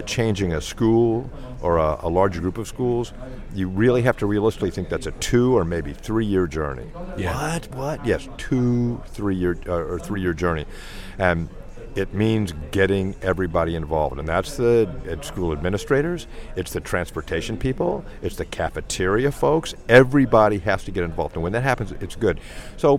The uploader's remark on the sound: From another of our Live OB Pop-Up Radio Stations, this is WEICT Radio. We produced and powered a live broadcast at 7pm on Thursday 2nd July reporting from this the 17th West of England ICT Conference. Used our new PRO School Radio product at the event to produce the show.